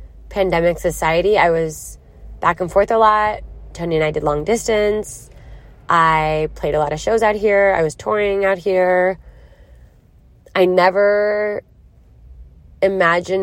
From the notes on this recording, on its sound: Recorded in a car in Philadelphia.